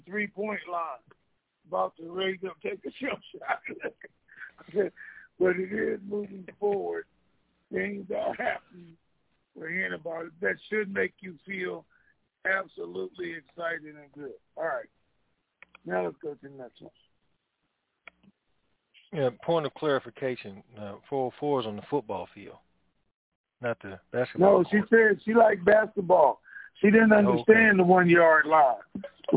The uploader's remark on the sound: TNTSuperfantastic Conference Call